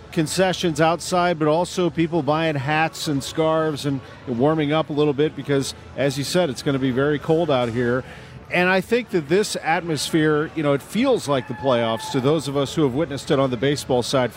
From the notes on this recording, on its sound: Prior to kick-off vs Sporting KC in Round 1 of the MLS Cup Playoffs. Broadcasts live from CITYPARK.